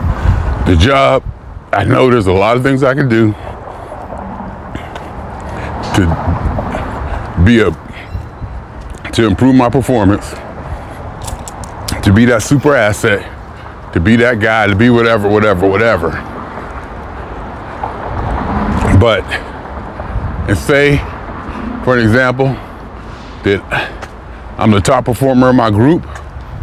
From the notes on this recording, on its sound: Me Walking Talking